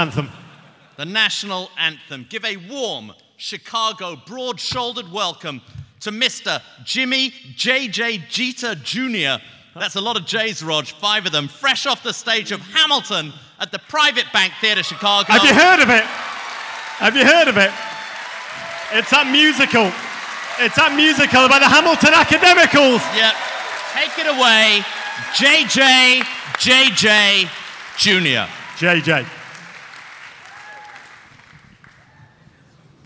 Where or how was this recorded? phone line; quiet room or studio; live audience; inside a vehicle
live audience